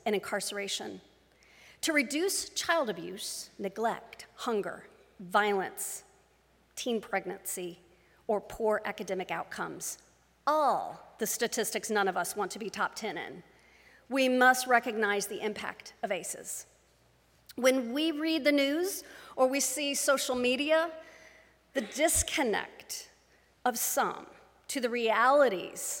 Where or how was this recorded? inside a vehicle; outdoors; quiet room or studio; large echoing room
large echoing room